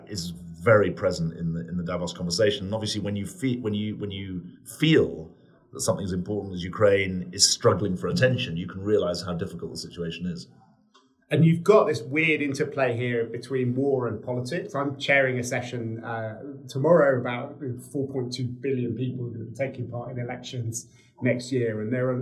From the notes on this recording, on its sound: Live from Davos. Recorded at the World Economic Forum in snowy Davos.